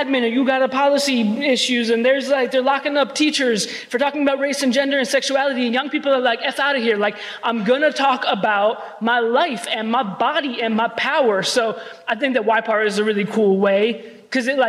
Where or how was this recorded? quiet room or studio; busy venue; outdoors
busy venue